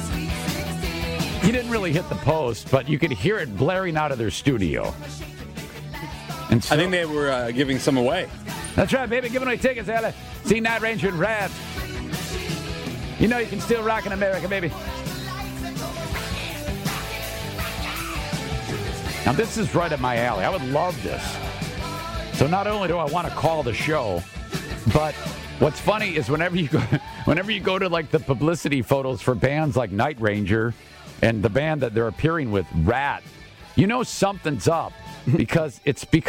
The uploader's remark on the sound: at a press conference